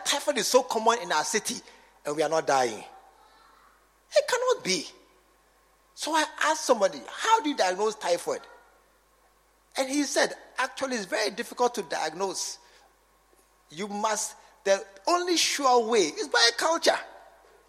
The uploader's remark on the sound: A message preached during SAT service at The True Vine Cathedral, Bantama.